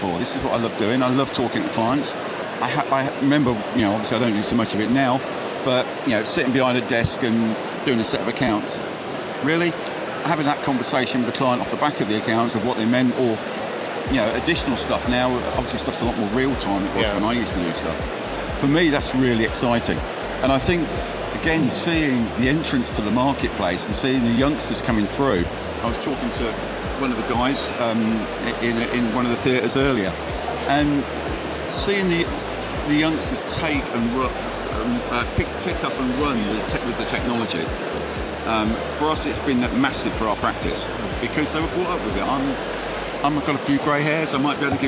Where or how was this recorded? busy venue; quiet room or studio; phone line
busy venue